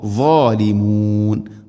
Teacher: ളാദ് ഇസ്തിഅലാ അക്ഷരമാണ്, സ്വരഭാരത്തിൽ ഉച്ചരിക്കണം